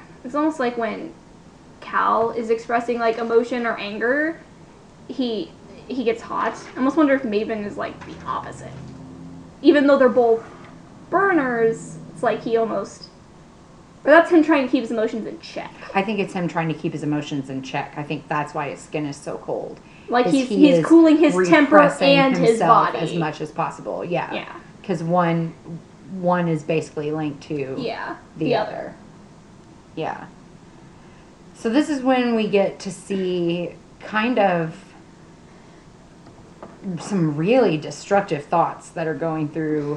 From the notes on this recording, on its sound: We are still getting the hang of our audio equipment.